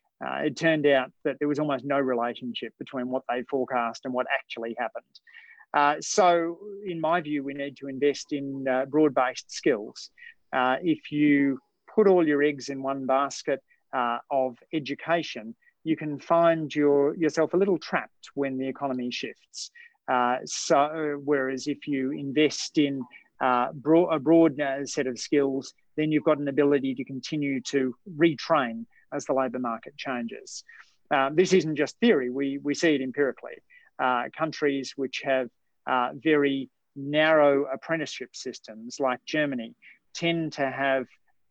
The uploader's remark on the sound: chat in a Facebook Live event on 8 May 2020